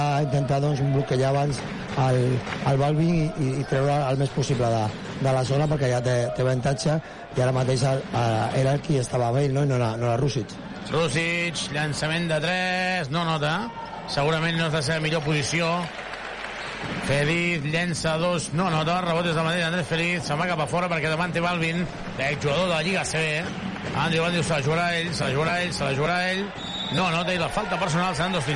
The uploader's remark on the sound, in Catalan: Transmissió en directe del partit